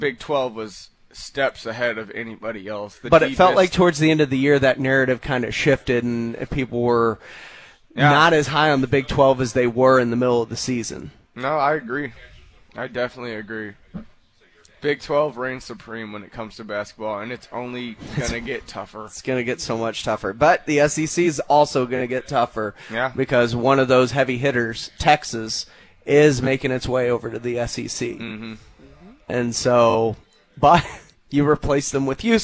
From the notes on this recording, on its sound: live from the House of Cards